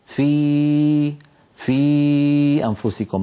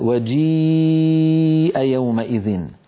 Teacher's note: الياء لابد فيها من ارتفاع وسط اللسان مع اهتزاز الوترين الصوتيين في الحنجرة